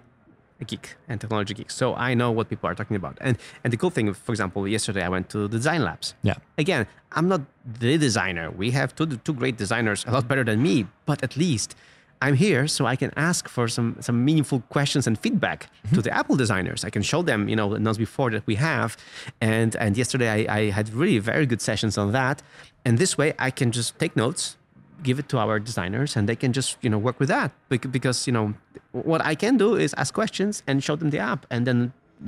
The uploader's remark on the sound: Live from Apple's Worldwide Developers Conference in San Jose, California